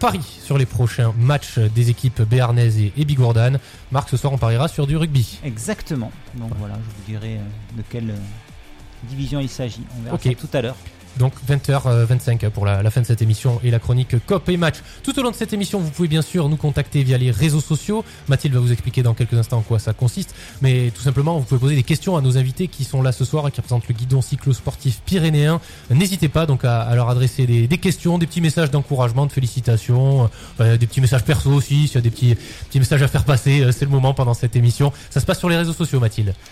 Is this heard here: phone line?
yes